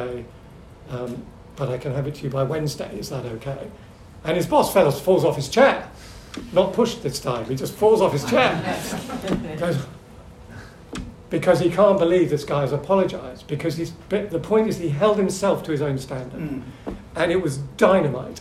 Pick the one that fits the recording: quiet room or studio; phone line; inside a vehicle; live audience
live audience